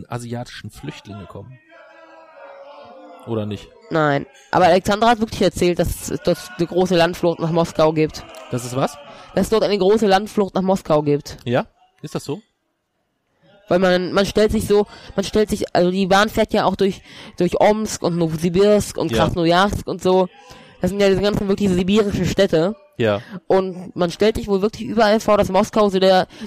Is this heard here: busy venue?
yes